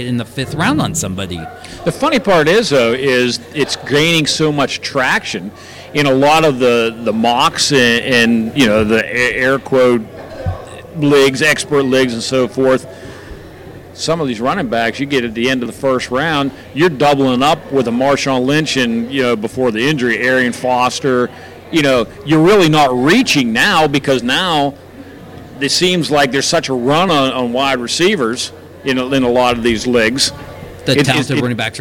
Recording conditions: busy venue